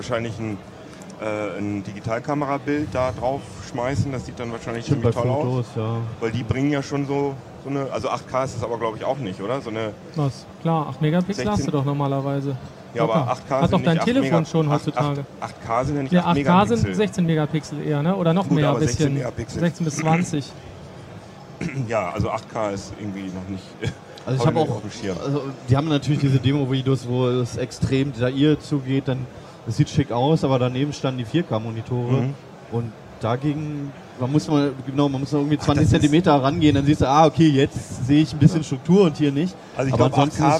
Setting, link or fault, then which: setting, busy venue